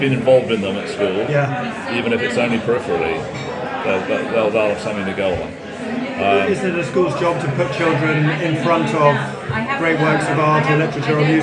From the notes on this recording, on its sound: The interview was recorded in a restaurant and I'm afraid the sound quality is not good. However, you get into the groove after a few minutes and I hope it will be intelligible.